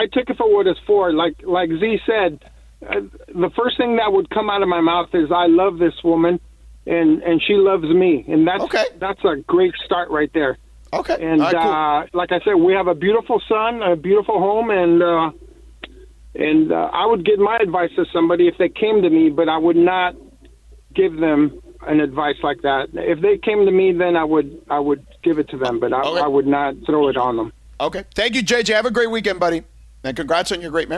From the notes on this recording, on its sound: an unexpected phone call